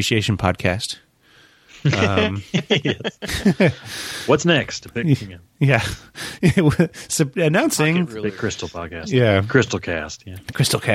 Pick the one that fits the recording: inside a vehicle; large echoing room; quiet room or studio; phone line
quiet room or studio